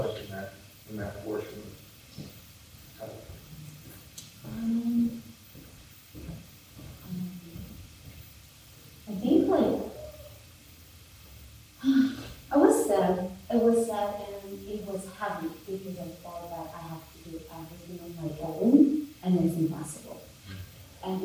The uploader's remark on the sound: Please Forgive Us We Had Some Audio Malfunctions, The Audio Is Rough!!!